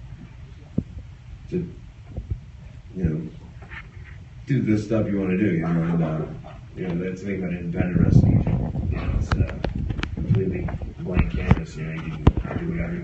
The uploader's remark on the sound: Q&A at Wizard World Pittsburgh 2015